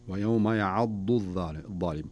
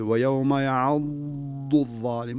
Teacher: تقول ليش يقول مشدد، لا تقف عليه كثيرا، شدد لكن دون أن يكون زمنه طويلا بحيث أنه يشابه النون أو الميم المشددة · Shown in: first take